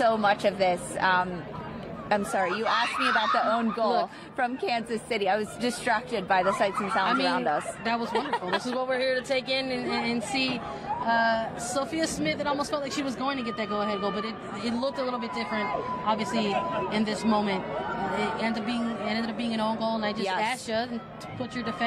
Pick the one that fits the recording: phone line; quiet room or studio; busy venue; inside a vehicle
busy venue